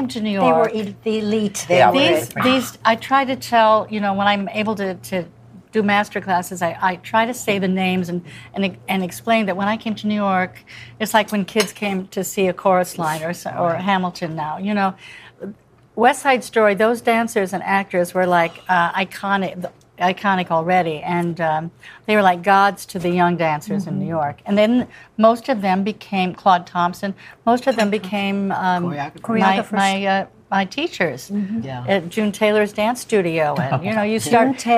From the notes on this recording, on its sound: Every episode is recorded live at the legendary Sardi's restaurant, 234 W 44th St, New York, NY 10036.